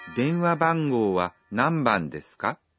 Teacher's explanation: No olviden pronunciarla en un tono ascendente al final.